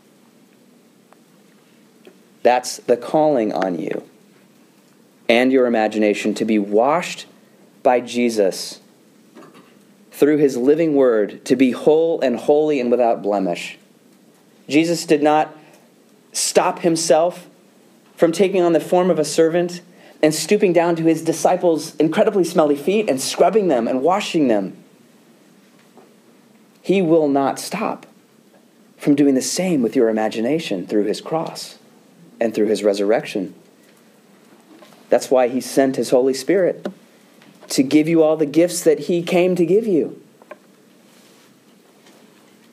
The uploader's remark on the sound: delivers a lecture to the Student Theological Society of Moody Bible Institute